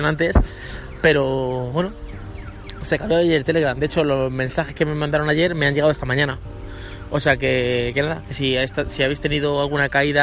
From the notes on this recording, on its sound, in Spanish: el podcast de hoy grabado en el parque